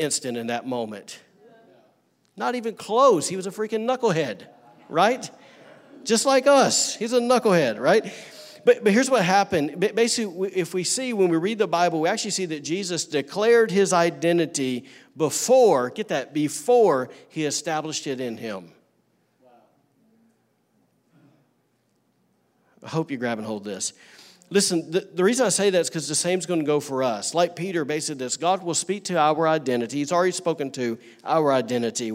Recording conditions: large echoing room